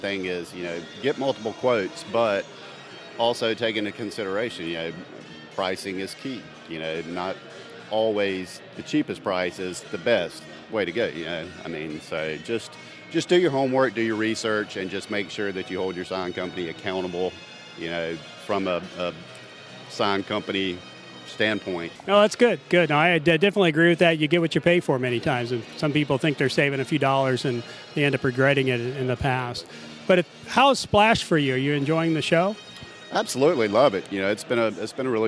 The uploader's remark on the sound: Carwash conference, an International Carwash Association (ICA) event. Conducts brief interviews on the show floor.